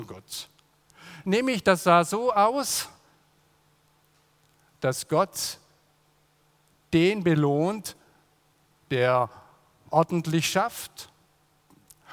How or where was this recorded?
large echoing room